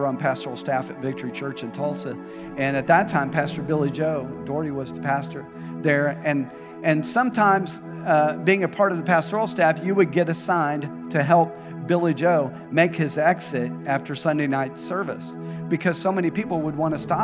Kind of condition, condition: setting, large echoing room